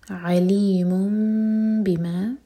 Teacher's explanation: علیم نون کا ساؤنڈ میم میں چینج ہوا، یہ ہے اقلاب، تو ہم میم کو تھوڑا ہولڈ کریں گے، ہوٹو کو ٹائٹ بند نہیں کریں گے اور پھر با پڑھیں گے.